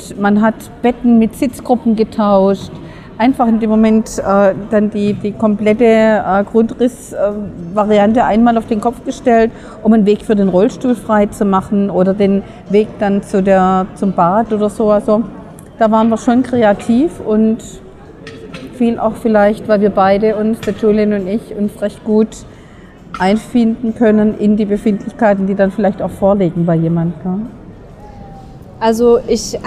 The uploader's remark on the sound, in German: Caravan Salon 2023 live. Live" auf dem Caravan Salon.